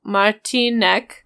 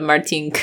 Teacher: e is epenthetic, which just means that it makes saying the combination of syllables easier. · Shown in: first take